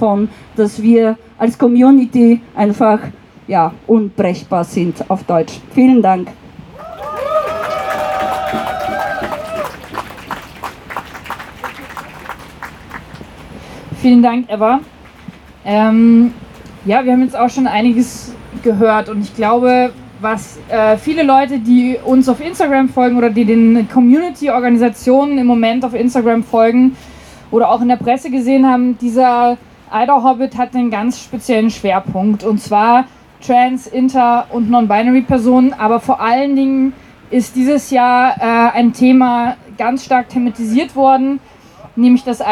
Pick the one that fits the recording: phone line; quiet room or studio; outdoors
outdoors